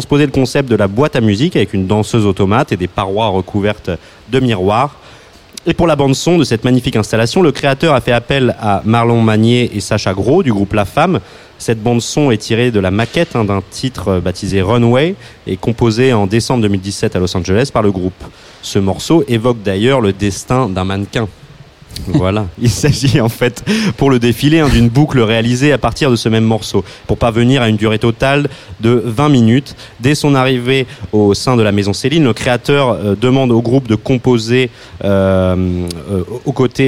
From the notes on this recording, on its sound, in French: en direct du WHO'S NEXT